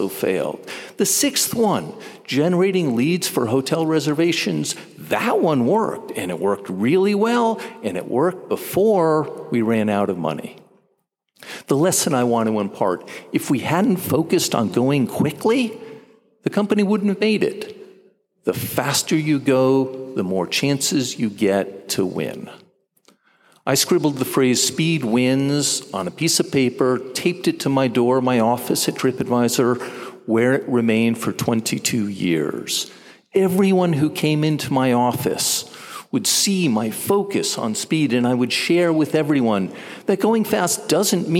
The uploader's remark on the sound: delivered the graduate commencement ceremony address